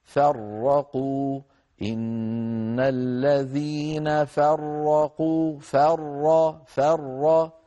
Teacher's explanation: فننتقل من فاء مرققة إلى راء مفخمة من غير تكلف